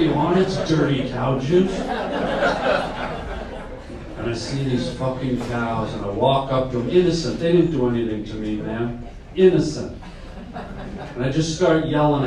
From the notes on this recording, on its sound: LIVE STAND UP COMEDY. Due to some tech issues the Pod will be shorter this week.